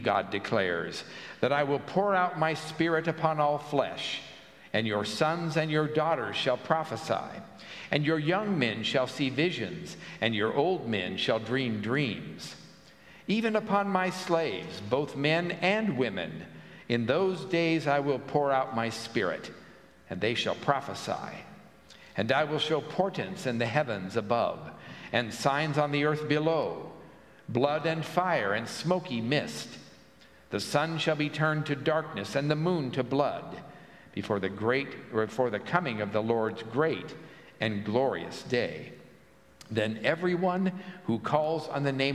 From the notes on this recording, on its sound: At the Pender UMC contemporary service on Sunday, August 13, 2023